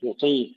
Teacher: تفخيم الطاء المكسورة، ننتبه إليه جيدا